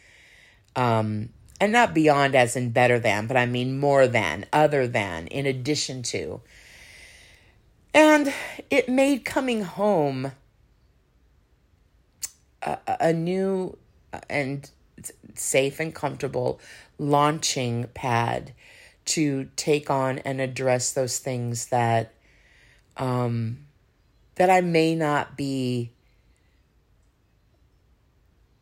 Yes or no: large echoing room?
no